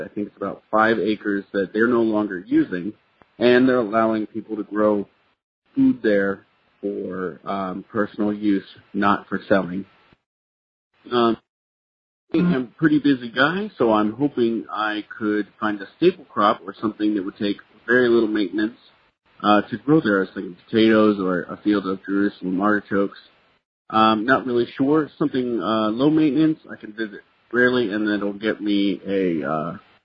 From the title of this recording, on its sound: Listener Calls